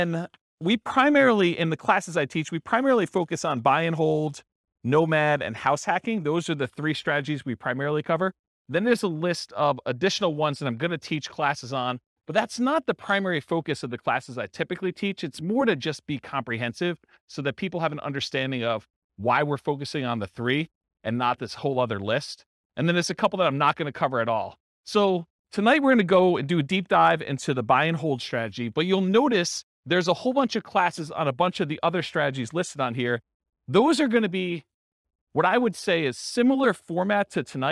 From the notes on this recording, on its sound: This was a live class recorded.